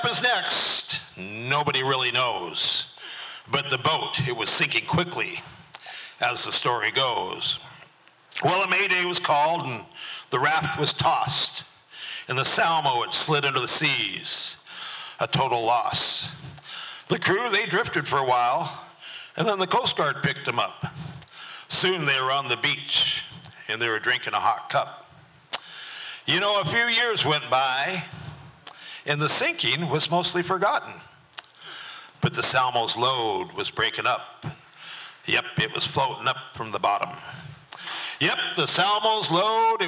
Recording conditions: live audience